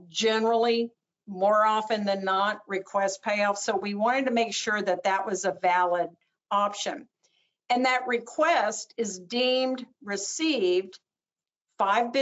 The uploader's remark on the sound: we push the audio from this webinar out on our podcast